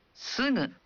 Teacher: ucapkan G dalam suara sengau · Term: bunyi sengau